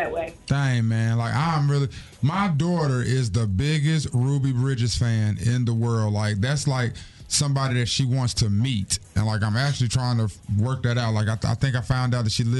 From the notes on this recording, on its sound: Free For All Friday is when we let the listeners control the show! People called in about the best coffee additives.